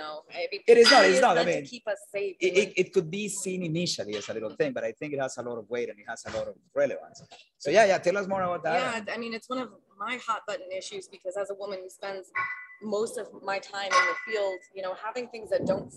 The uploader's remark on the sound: Live at Game Day. Live from the DFI46 Exhibit Hall.